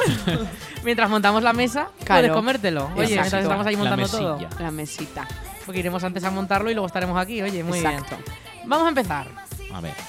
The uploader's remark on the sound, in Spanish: Nos hemos tomado las 'pre-uvas' en directo desde nuestra particular Puerta del Sol, en la Plaza del Jardín de La Almunia.